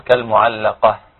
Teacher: فنراعي هنا همس، نراعي هنا ترقيق الهاء